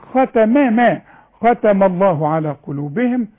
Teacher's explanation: شوفوا ختم، ختم الله، علشان اللام مفخمة فخمنا الميم وده خطأ، انما انا ارقق الميم